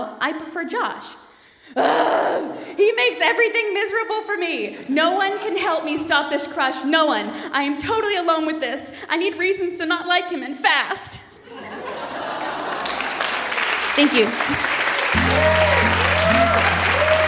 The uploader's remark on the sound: Recorded live at Market Hall Performing Arts Centre in Peterborough.